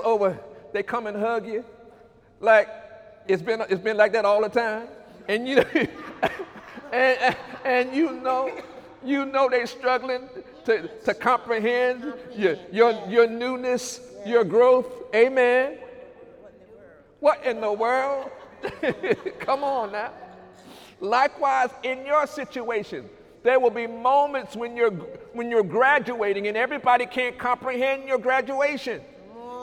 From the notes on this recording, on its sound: During Sunday morning service on April 14, 2019